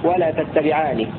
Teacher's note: ويلزم من تخفيف النون أن يكون الألف قبلها مدا طبيعيا